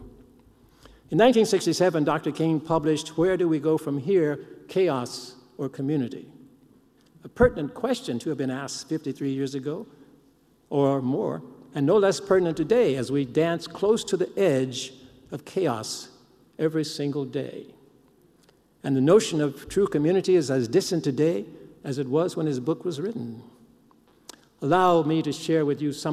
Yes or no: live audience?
yes